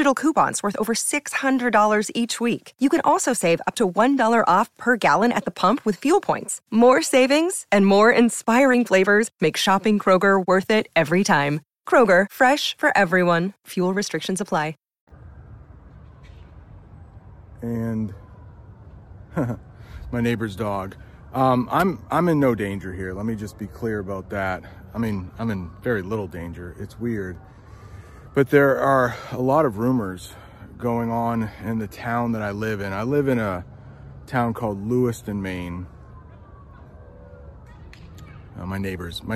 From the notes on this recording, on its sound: I'm outside of my house and there are sirens going on. I live in a town called Lewiston, Maine. The most sirens I've ever heard in my life, they've been going on for the last half hour. A lot of car horns going on right now.